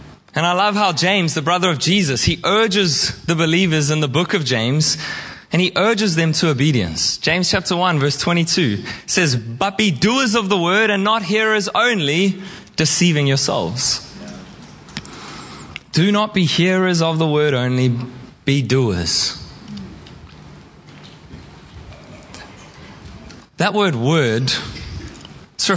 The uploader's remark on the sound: Preached at Horsham Downs on 28/05/2023